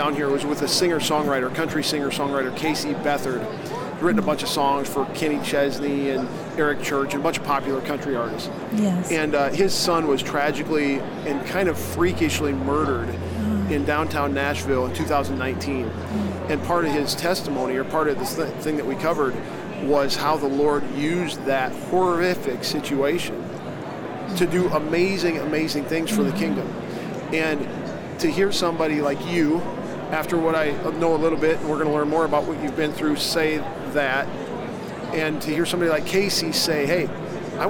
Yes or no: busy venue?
yes